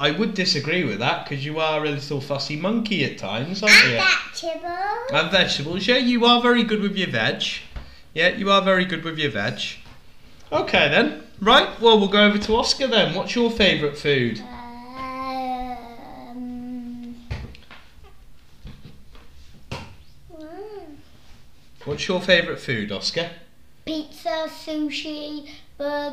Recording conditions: sounds in the background